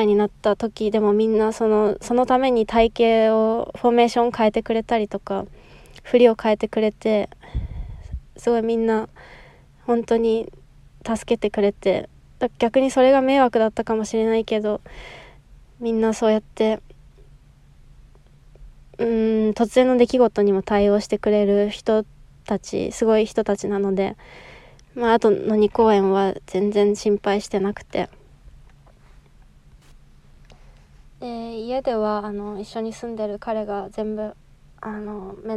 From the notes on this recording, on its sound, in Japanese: このエピソードはstand.fmで2021年6月30日に放送されたものです。携帯で録音したため音質に乱れがありますが。